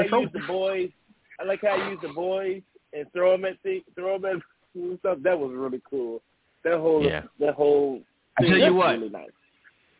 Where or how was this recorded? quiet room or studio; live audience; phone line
phone line